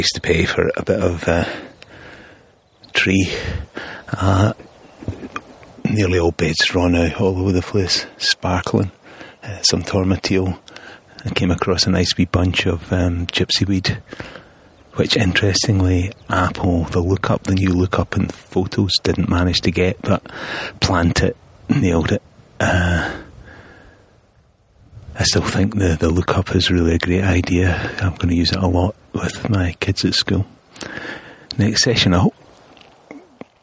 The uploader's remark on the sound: Glen Douglas Walkcast. I also tried recording audio along the way to take some notes & record some thoughts.